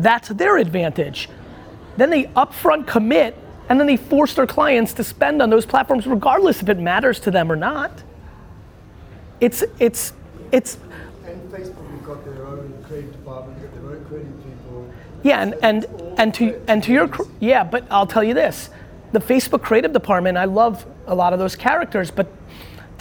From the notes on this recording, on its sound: Keynote & Q&A With Young Creatives at Cannes.